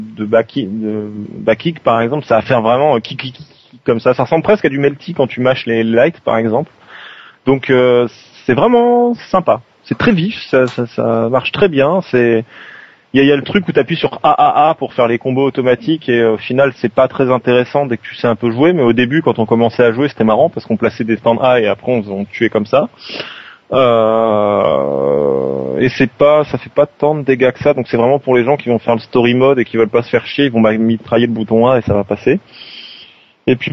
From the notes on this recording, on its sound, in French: C'est la tradition un peu partout de faire un épisode plus long, enregistré en direct sous le soleil, juste avant la coupure estivale.